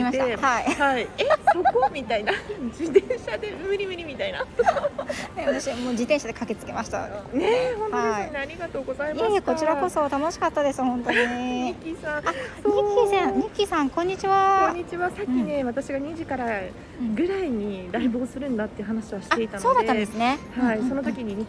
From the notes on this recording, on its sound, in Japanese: 笑い声がうるさくてすみません